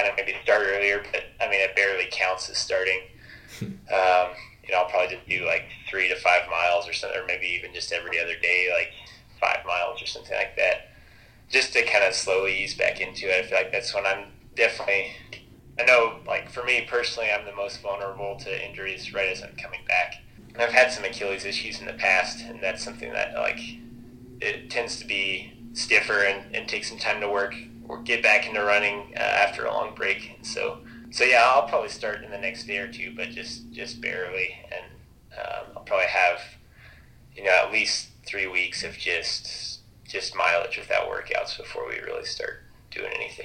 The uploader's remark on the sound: joined us for a phone conversation this week